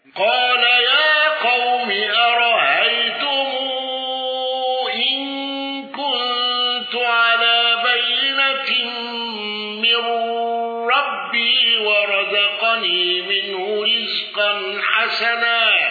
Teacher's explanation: قالون بتوسط الصلة، واندرج معه الأصفهاني